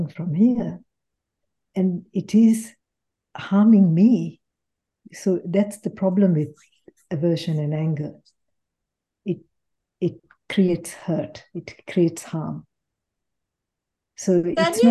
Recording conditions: video call